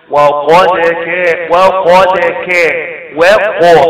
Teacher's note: الواو مرققه والقاف مفخمه والدال مرققه يبقى وقع مفخم بين حرفين مرققين